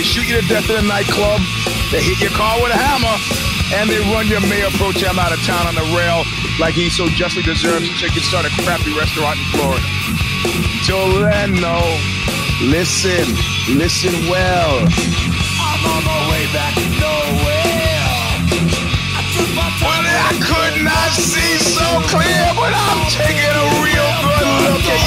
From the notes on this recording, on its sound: In this week’s episode I welcome a guest for a brief segment of the show. Will be joining me via cell phone call.